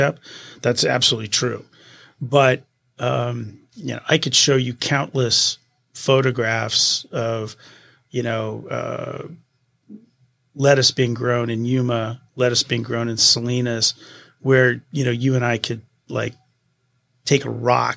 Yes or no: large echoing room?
no